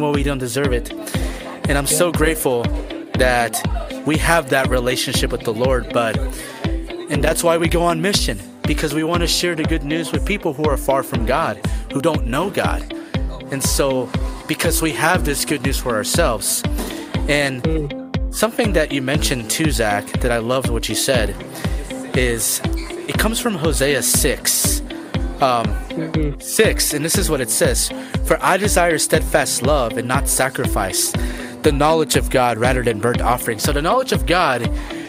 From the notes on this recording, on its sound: Recorded this episode from a coffee shop, so you will hear background noise on his end. Special thanks to Frost Coffee and Tea in Lee's Summit, MO for allowing the use of their space to record the episode.